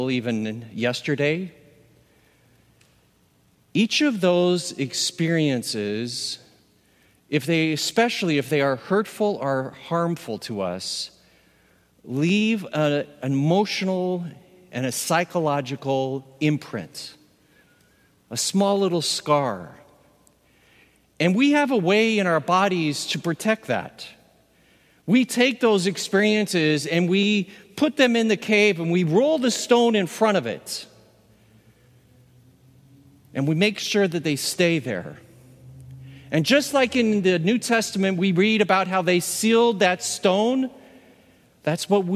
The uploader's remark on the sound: With the COVID-19 pandemic confining most of us to our homes, an in-person worship experience was not possible. Recorded live at Beatitudes Church, Phoenix, AZ on 04/11/20.